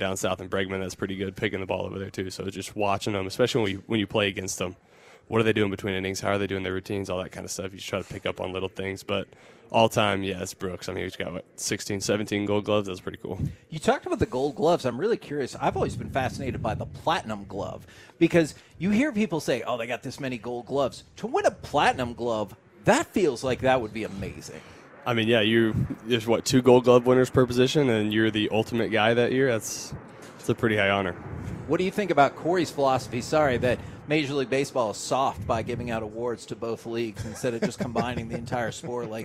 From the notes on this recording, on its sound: Joined the K&C Masterpiece live from spring training in Surprise.